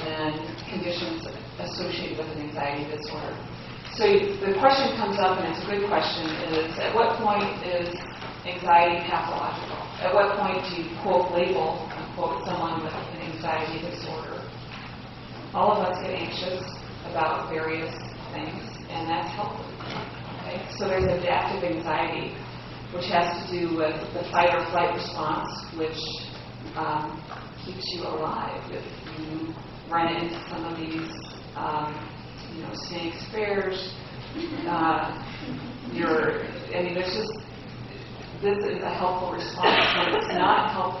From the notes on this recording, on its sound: Medical Student Lecture. Sorry about the poor audio quality.